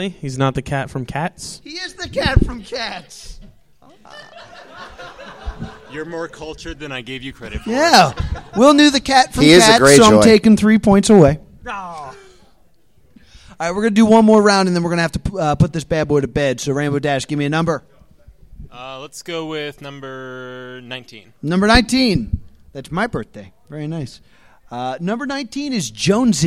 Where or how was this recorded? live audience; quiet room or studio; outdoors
live audience